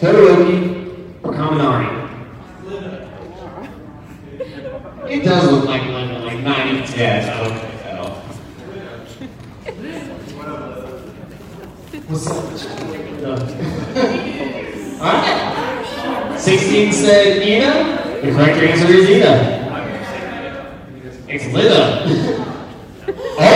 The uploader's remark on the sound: Here is the audio from the panel at AnimeIowa Panel.